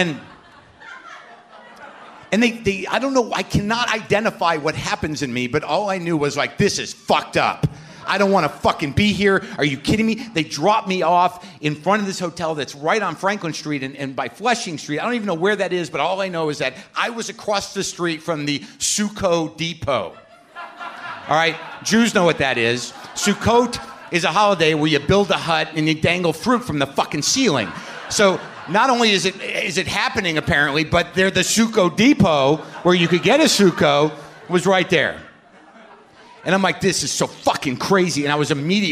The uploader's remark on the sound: Taped at The Bell House in Brooklyn, NY.